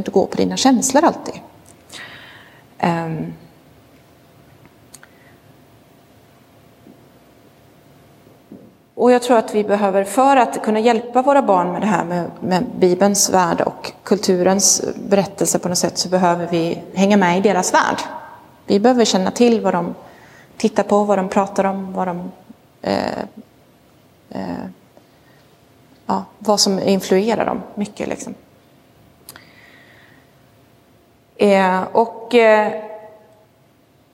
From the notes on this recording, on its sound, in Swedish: Inspelad i Roseniuskyrkan